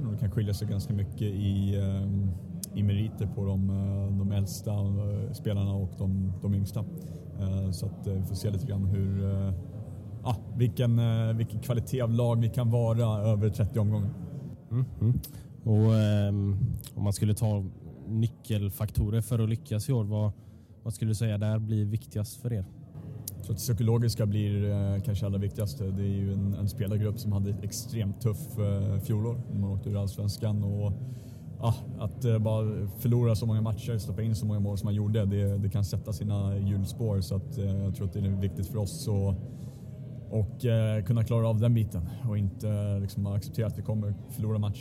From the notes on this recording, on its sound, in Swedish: Vi ber om ursäkt för något svajigt ljud under intervjuerna. De spelades in under upptaktsträffen vilket gjort att mycket bakgrundsljud kommit med.